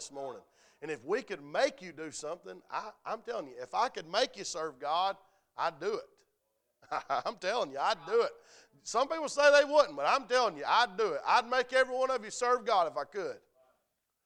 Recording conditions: large echoing room